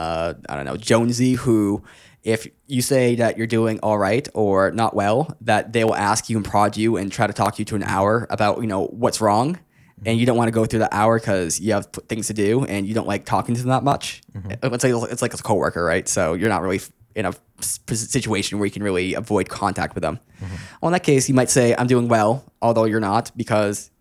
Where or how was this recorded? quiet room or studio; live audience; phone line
quiet room or studio